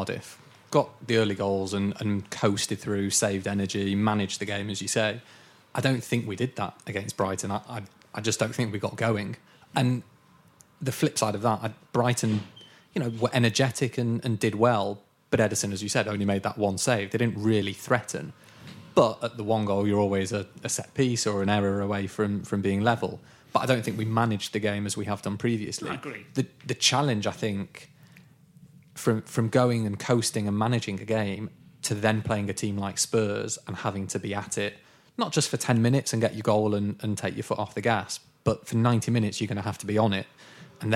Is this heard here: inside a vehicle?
no